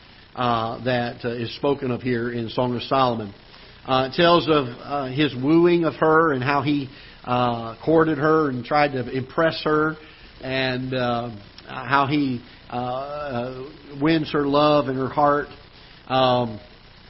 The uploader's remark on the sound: Ketha Heights Baptist Church ~ Live Broadcast.